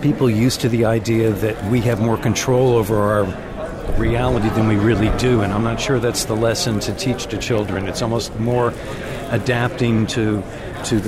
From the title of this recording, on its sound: Live from the Floor of Augmented World Expo 2018